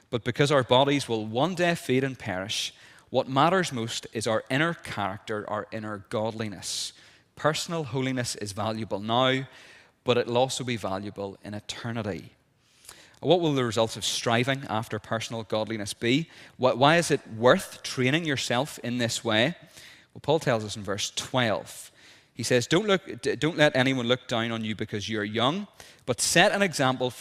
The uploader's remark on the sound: This is the recording of the Bible reading and sermon from a service of licensing on Sunday 18th June 2023 in Wellington Presbyterian Church.